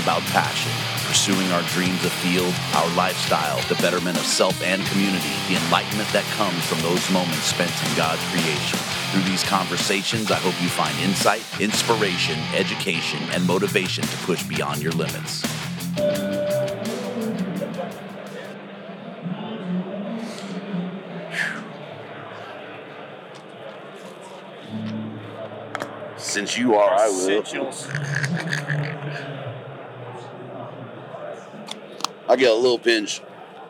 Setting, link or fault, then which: setting, busy venue